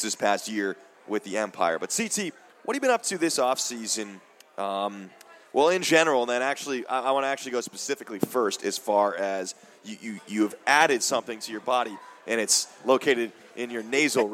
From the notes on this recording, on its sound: State Of The Empire LIVE from the Recovery Room Sports Bar and Grill.